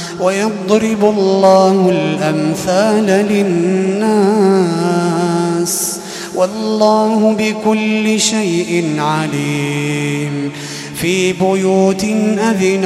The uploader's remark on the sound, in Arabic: تسجيلات من صلاة التراويح لشهر رمضان عام 2016.